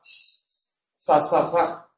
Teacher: No es lo mismo la S en Andalucía, que es convexa